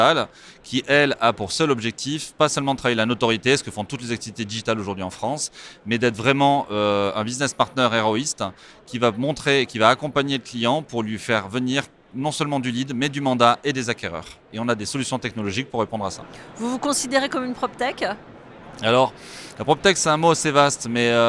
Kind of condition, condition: setting, busy venue